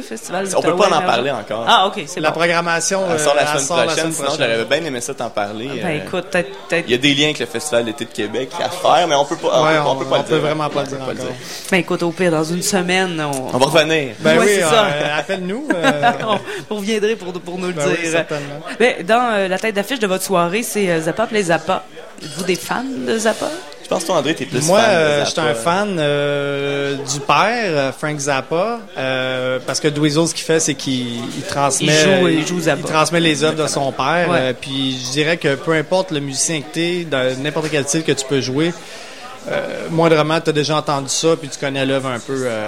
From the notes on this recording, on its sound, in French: À CKRL 89,1, en direct du bar Le Sacrilège lors du Festival d'été de Québec.